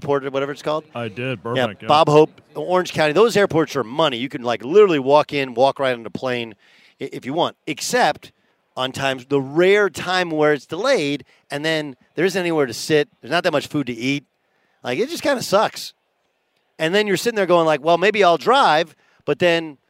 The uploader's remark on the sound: Live at Radio Row at Mandalay Bay in Las Vegas to kick off Super Week.